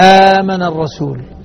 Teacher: الهمزة الثانية اللي هي ساكنة تحول حرف مد مجانس للحركة التي قبلها · Term: مد بدل